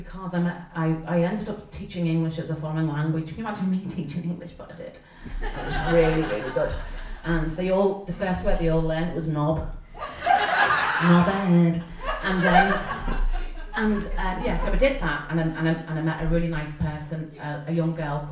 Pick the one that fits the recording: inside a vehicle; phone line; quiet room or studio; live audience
live audience